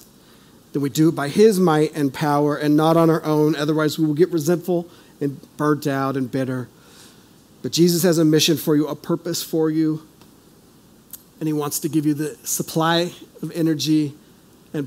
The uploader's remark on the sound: This is audio ripped from the Live Service video.